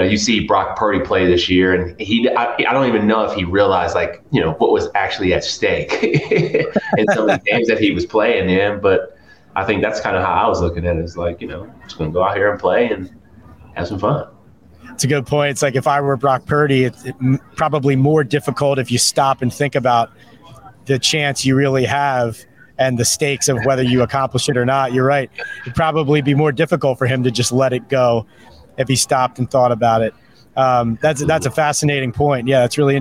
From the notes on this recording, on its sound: Hosts a Super Bowl LVII Eagles-Chiefs Preview from Media Row in Phoenix, Ariz.